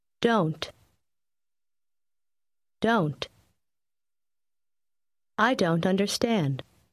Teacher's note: Заметьте, что звук t в конце слова почти исчезает.